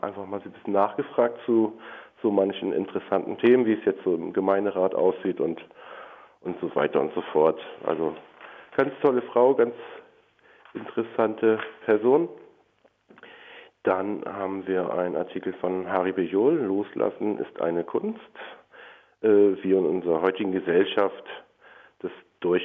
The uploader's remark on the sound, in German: Heute mal eine Woche später und am Telefon.